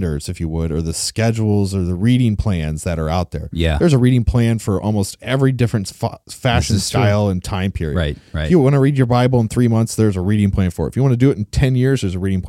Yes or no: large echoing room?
no